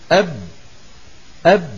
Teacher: الباء لما نقول أب بعد أن نطبق الشفتين لا عاد مر الصوت ولا عاد مر النفس · Term: الشدة والجهر